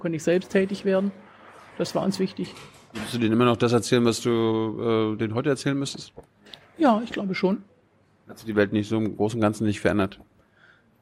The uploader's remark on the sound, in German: September 2019 in der Berliner Buchhandlung Ocelot (Brunnenstraße) aufgezeichnet.